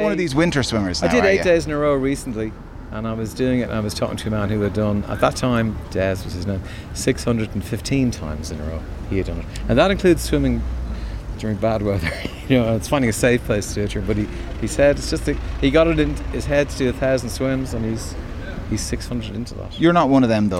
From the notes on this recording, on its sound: As part of Newstalk's Summer Tour, The Hard Shoulder was LIVE from the Queen's Bar in Dalkey.